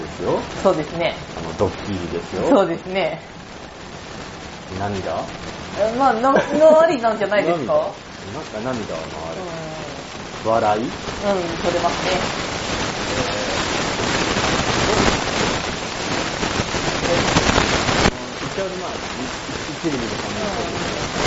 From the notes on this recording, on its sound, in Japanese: それにしても10/16収録分は雑音が酷いです。すみません。